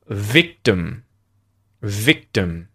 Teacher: im at the end of victim becomes a schwa